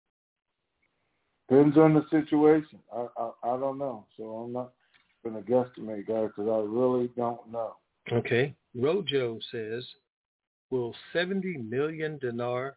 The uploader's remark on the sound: TNTSuperfantastic Conference Call.